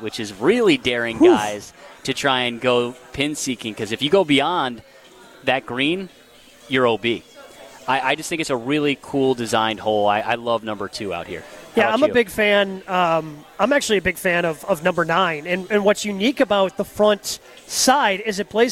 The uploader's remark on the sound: Live from the AMFAM Championship.